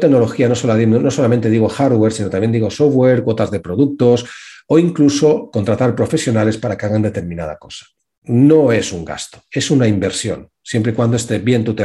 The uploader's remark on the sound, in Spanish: Hace unos dias participé en un taller en la Cámara de Comercio sobre cómo y porqué tener un buen plan de marketing. Este es el audio del webinar.